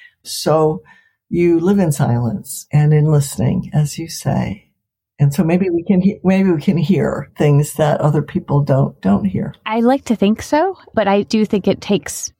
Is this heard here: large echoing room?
no